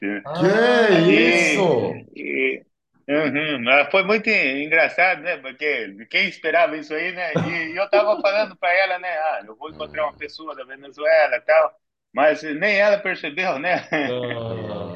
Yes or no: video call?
yes